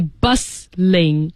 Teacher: so you don't really pronounce the T in the word